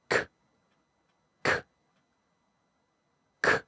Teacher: For k, you keep your tongue up at the top, but you don't tap it. And it's further back. Lips open, jaw relaxed, and tongue just kind of up.